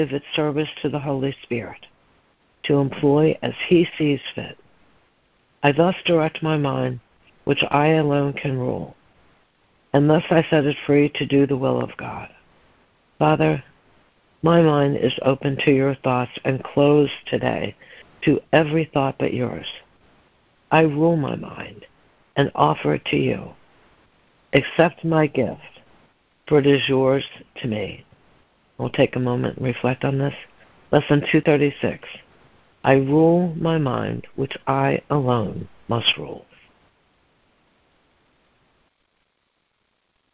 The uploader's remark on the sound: ACIM Daily Conference Call